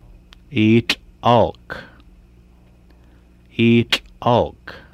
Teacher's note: It sounds like the T barred L sound added with a catch in the throat. · Term: hard TL sound